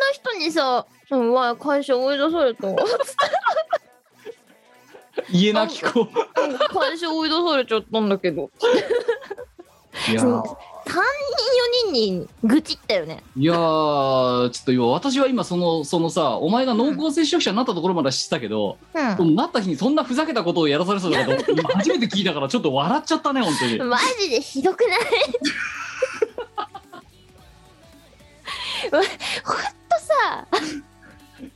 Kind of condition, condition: link, video call